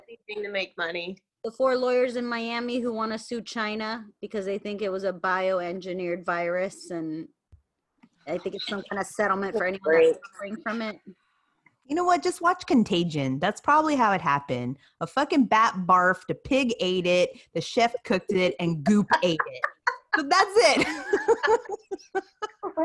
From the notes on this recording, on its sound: In this Zoom episode